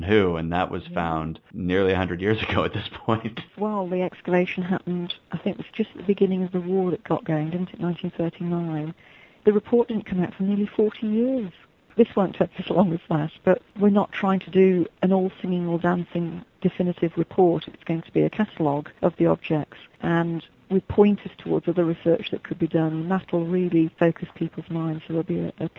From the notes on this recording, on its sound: chat with us via telephone